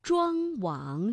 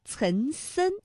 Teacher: 庄王，这明显呢是从这个鼻子后方脑中央的位置发出了气流，而岑参，哎，它的气流呢是比较靠近我们的口腔前部的 · Term: 前后鼻音